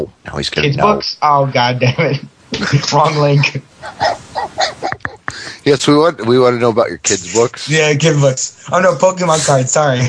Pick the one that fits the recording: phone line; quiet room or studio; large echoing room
phone line